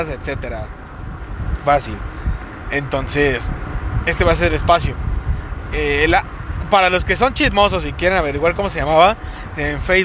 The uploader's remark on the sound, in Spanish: El audio no sera aveces bueno por que viajo y lo voy grabando mientras manejo